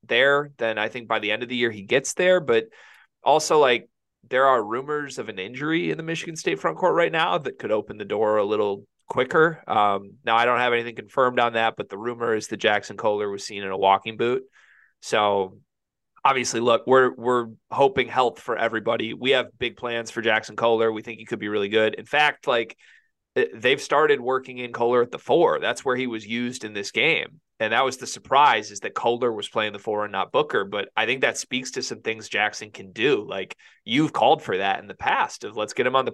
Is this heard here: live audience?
no